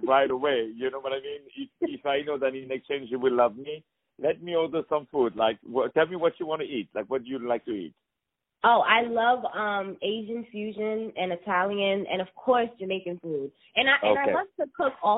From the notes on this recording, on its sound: On the phone